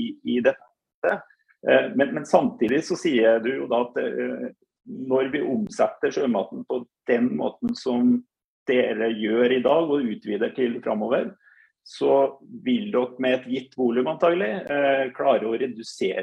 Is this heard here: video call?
yes